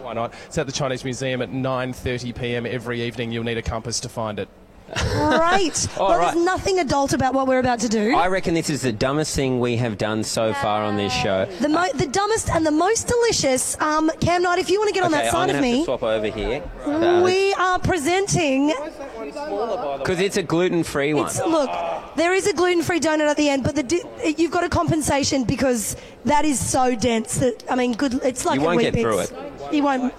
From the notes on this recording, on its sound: Six at 6 at the Melbourne Comedy Festival. Live from ACMI.